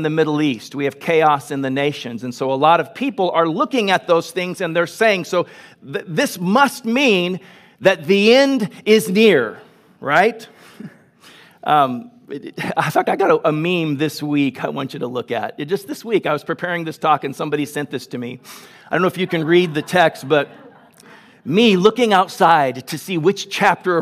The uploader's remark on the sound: Grace Church of La Verne.